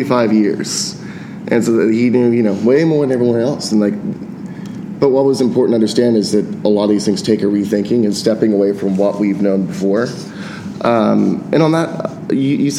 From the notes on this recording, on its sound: Live from TRB.